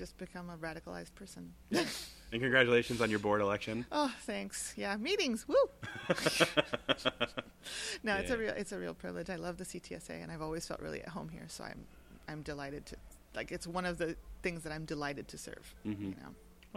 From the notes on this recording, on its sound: Record several conversations at the 70th annual convention of the Catholic Theological Society of America (CTSA). The Daily Theology Podcast was very fortunate this summer to record several conversations at the 70th annual convention of the Catholic Theological Society of America (CTSA).